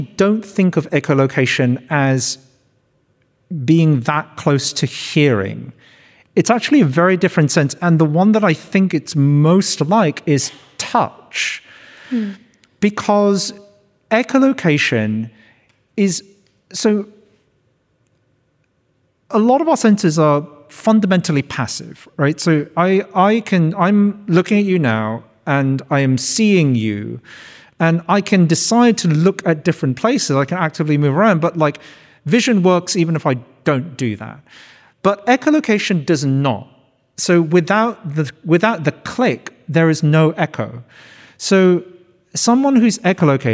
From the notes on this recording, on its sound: Live at The Capitol for a revelatory conversation. This event was presented in partnership with RMIT Culture. It was recorded on Saturday 14 October 2023 at The Capitol as part of Spring Fling.